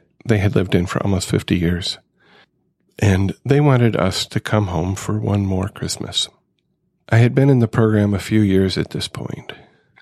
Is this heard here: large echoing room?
no